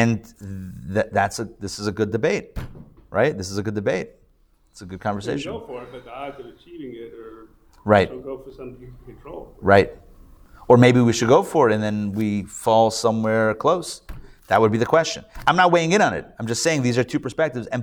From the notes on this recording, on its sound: Recorded live at The Torah Center ATL on Sunday, June 4, 2023